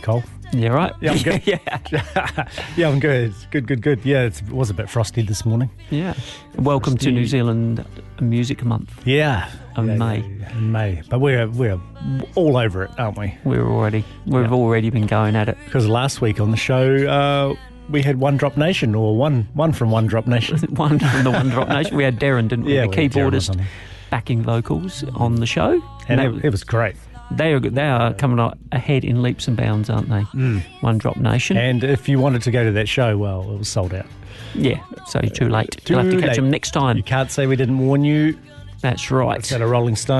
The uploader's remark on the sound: LIVE on the line to chat